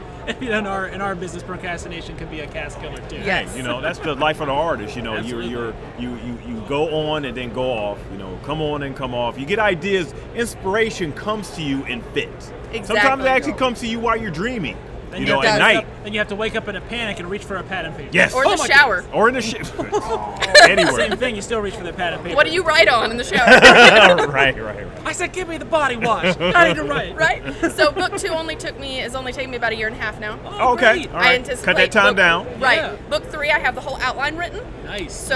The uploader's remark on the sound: LIVE FROM THE STEEL CITY CON!